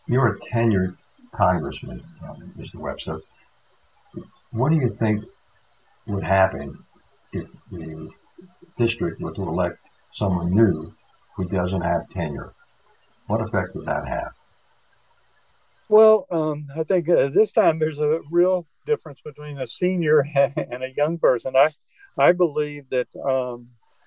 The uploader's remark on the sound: Open Forun in The Villages. This episode was recorded remotely via Zoom. Thus the audio quality was far below standard.